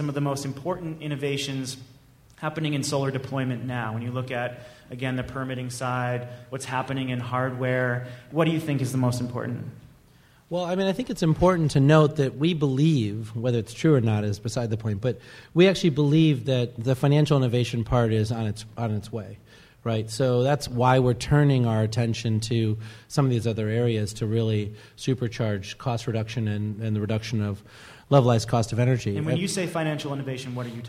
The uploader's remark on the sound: This week, we feature a live podcast from the MDV-SEIA Solar Focus 2013 conference in Washington, DC. The Gang took the stage. Many thanks to MDV-SEIA for inviting the Energy Gang for its first live show!